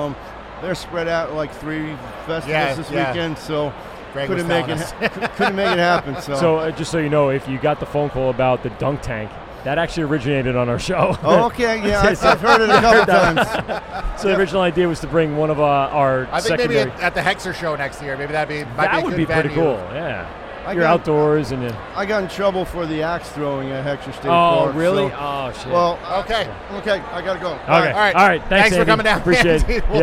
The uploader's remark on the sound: LIVE at the Great Beer Expo 2019 at the Nassau Coliseum on Long Island NY. They hear about the local home-brew competition from the LIBME home-brew club and interview several drunk patrons enjoying the day's events.